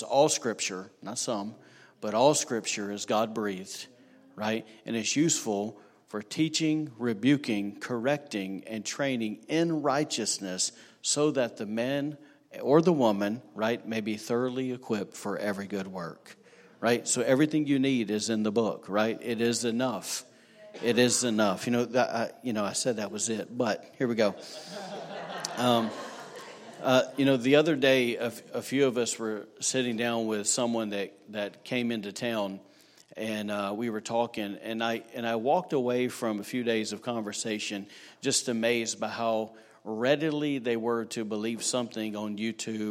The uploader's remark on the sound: was recorded on Sunday, October 27, 2019, during service at The Anchor Church in Rockport, Maine.